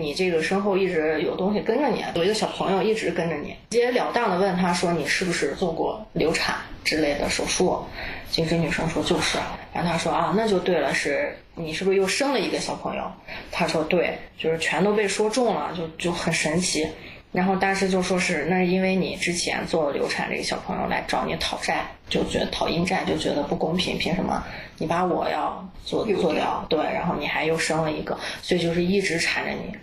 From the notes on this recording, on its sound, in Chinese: 因环境和设备问题，这期内容会有较明显的杂音